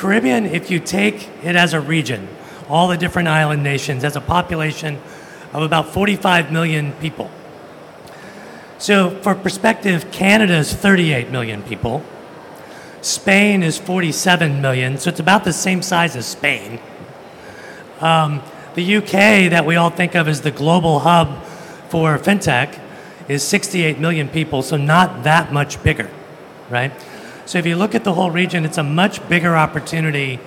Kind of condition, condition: setting, live audience